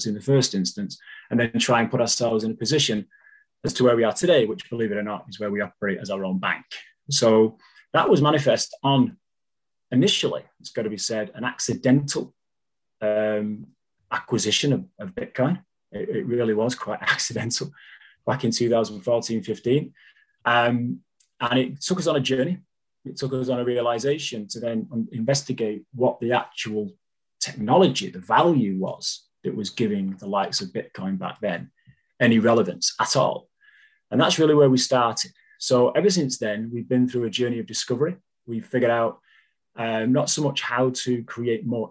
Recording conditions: video call